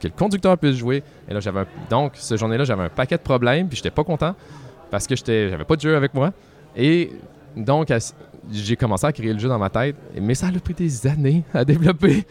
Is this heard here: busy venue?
yes